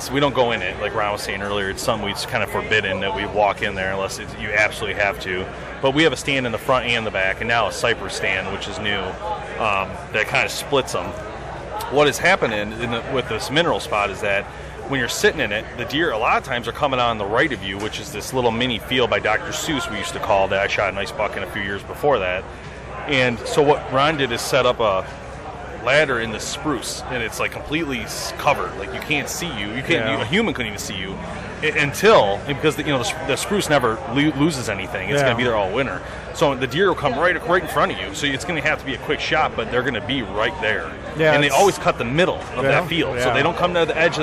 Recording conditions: busy venue